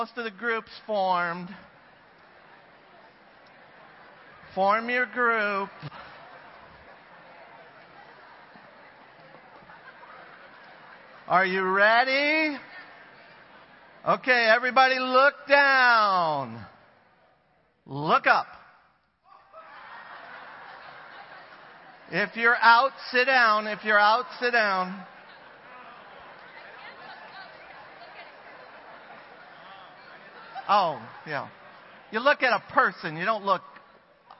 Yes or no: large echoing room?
yes